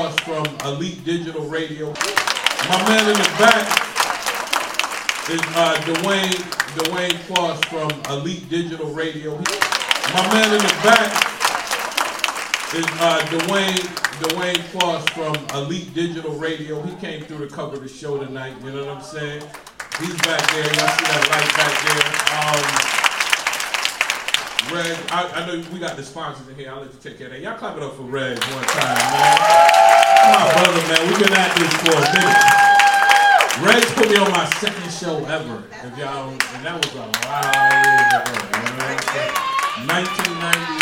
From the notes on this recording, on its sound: LIVE FROM THE FUNNY BONE. LIVE FROM FUNNY BONE.